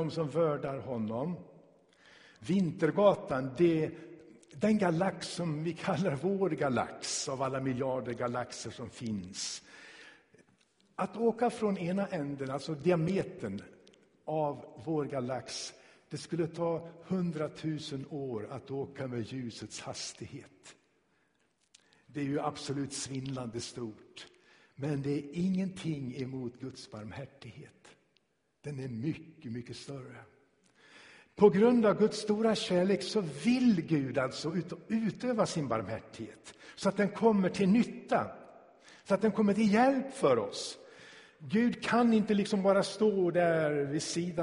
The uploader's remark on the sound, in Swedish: Inspelad i Tabernaklet i Göteborg 2017-01-29.